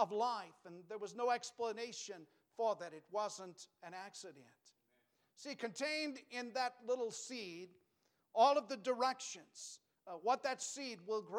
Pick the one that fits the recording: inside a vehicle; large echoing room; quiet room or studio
large echoing room